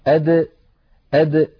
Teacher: الدال يا إخوتي تخرج من طرف اللسان مع ما يحاذيه من الحنك الأعلى